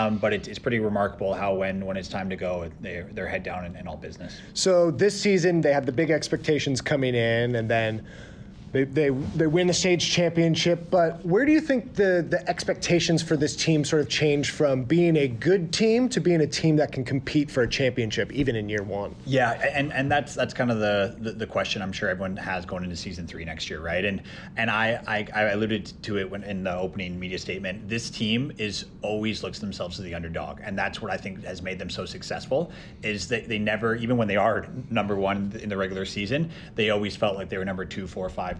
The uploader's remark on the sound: Live from Philadelphia, PA for the OWL Grand Finals